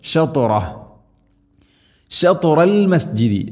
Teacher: ത ഉച്ചരിക്കുമ്പോൾ നാവിൻ്റെ മധ്യഭാഗം അണ്ണാക്കിലേക്ക് ചേർന്ന് നിൽക്കണം. ഷത് ഇത്തുബാഖ് എന്ന് ആ ഒരു സിഫത്ത് പ്രത്യേകം കൊണ്ടുവരണം.